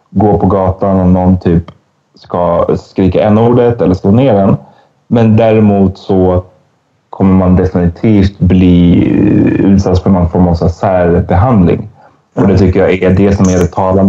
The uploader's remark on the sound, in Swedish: Snart är vi tillbaka med bra ljud!